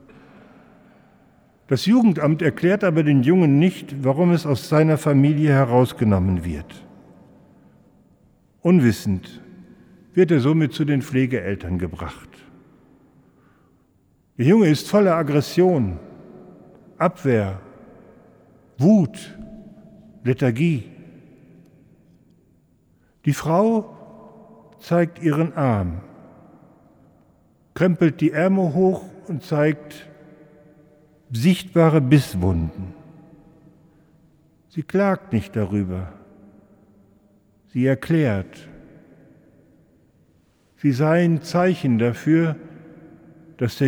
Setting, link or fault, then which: setting, large echoing room